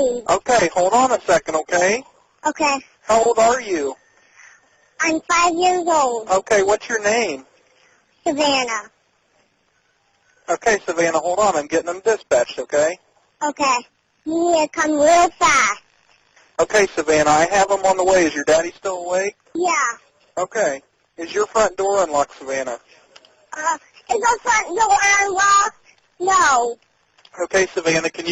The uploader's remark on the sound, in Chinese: 真實報案電話錄音